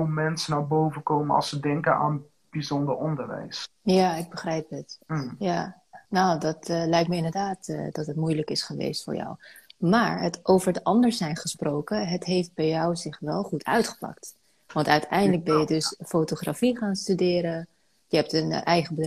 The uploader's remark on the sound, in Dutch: Deze EnergyTalk is opgenomen op InstaLive.